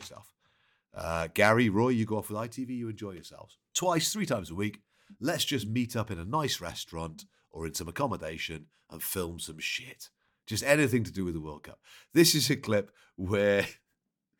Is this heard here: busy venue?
no